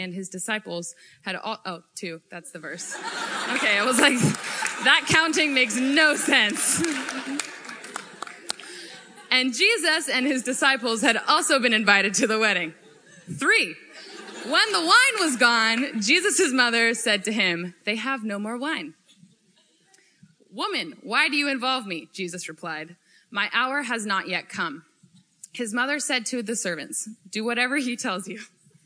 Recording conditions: live audience